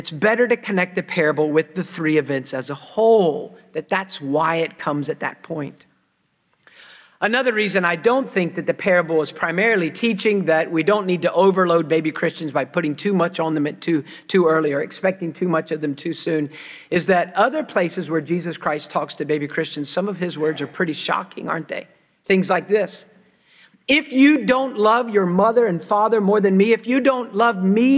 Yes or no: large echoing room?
yes